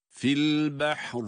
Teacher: Kendisine en yakın hareke üstün olduğuna göre Ra'yı burada kalın okumak durumundayız. Onun için tecri fil behr diye duruyoruz ama tekrar başlayıp devam ederken ince okuyacağız. · Term: Ra'nın kalınlığı